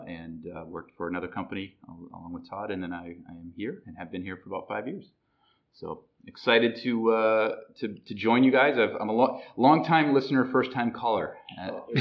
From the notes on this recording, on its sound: We apologize for the sound quality on these two episodes. We were recording under less than optimal circumstances.